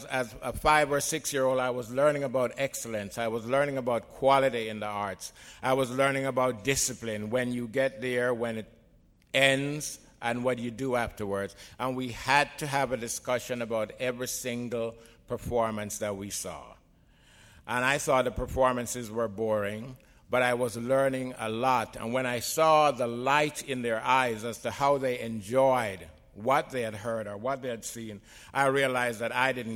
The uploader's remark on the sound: In this podcast, recorded at the Academy of Achievement's 2001 Summit in San Antonio, Texas.